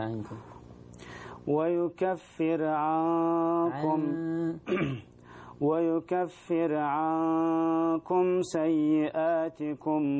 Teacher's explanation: فالغنة تكون مرققة، الغنة تتبع الحرف الذي يأتي بعدها